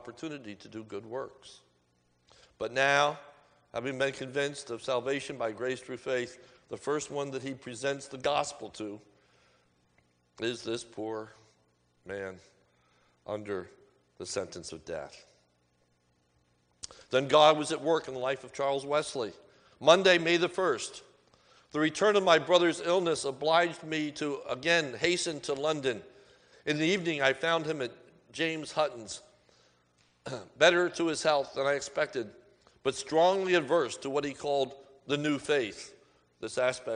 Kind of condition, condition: setting, large echoing room